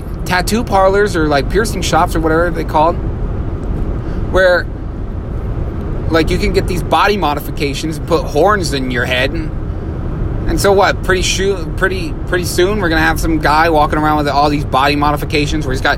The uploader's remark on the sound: This episode was recorded in my truck